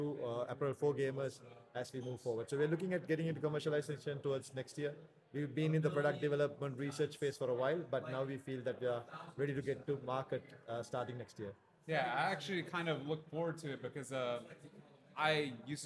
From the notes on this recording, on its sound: hosted LIVE from the EsportsNext 2023 conference